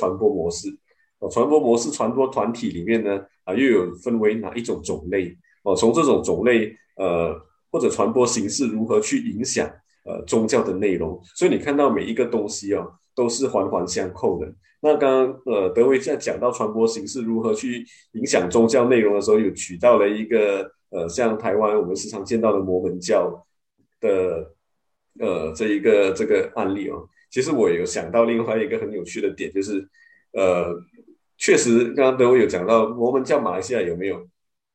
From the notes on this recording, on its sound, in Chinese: 地點：ZOOM 會議室